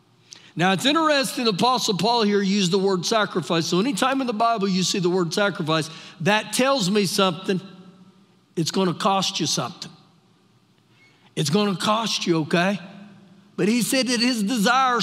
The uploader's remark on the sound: Recorded live during our Sunday morning service